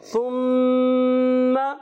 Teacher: میم مشدد ہونے کی وجہ سے میم مشدد کا غنہ تو ادا ہوگا ایک الف لمبا، مگر اس حرکت کو نہیں کھینچیں گے. بعض بچے کیا کرتے ہیں، جب غنہ ادا کرتے ہیں غنہ ادا کرنے کے بعد حرکت بھی لمبی کر دے، ثم ما ادراک، تو یہ غلط ہو جاتا ہے.